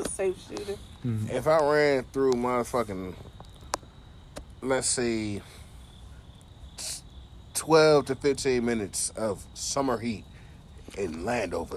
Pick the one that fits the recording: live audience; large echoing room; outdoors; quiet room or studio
outdoors